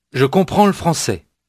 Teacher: notice how the L sound of le français almost gets lost, but not quite